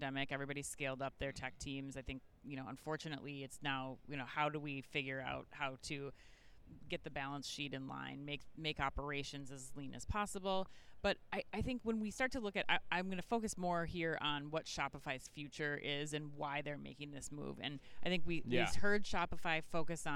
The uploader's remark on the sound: live from Shoptalk Europe in Barcelona